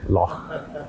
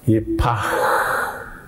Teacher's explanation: It's a missing sound in our English vocabulary. And that's a long, breathed out sound, an outgoing, long, drawn out sound. · Term: het